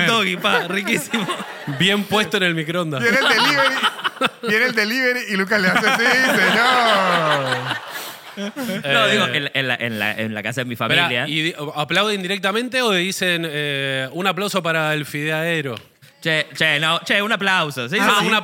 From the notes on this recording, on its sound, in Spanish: Estamos EN VIVO en el TEATRO CHACAREREAN